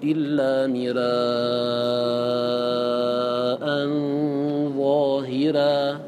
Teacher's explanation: هذا الراء فيه مفتوحة ومسبوقة بكسر فترقق لورش · Term: الترقيق